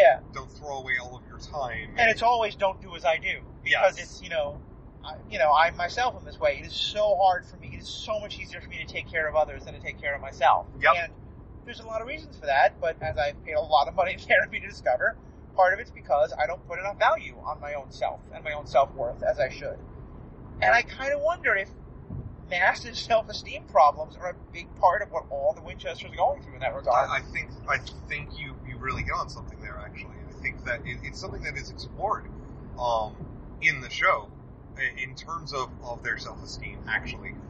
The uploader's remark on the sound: What better place to discuss the cross country antics of the Winchester Brothers than the open road? While driving cross country. Our schedules haven’t allowed us the chance to record under our normal conditions, and while talking about Supernatural while driving down the highway seems rather fitting, we know that the sound quality is a lot lower than what we like to provide you.